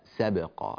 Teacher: نرقق السين ونرقق الباء ونتنبه لذلك